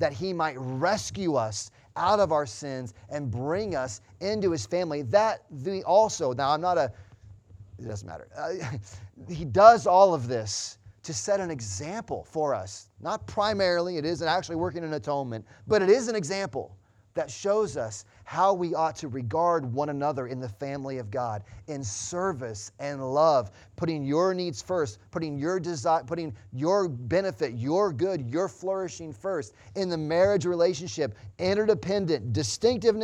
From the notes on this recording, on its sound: Sunday Morning Service Audio